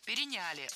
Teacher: Правильный вариант – переняли. Ударение ставим на третий слог.